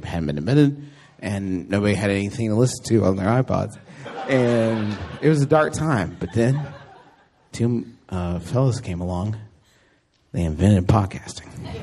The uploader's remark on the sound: Live at the Downtown Independent. Live show with My Brother, My Brother and Me at the Downtown Independent in Los Angeles.